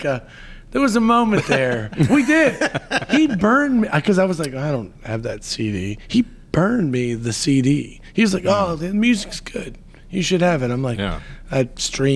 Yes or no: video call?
no